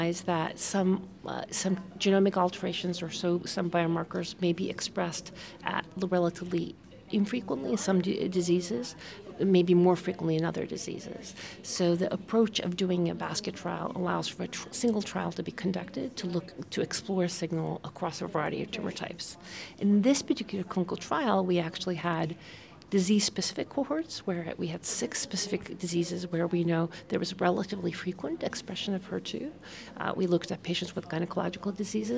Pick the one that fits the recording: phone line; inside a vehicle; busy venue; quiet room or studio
busy venue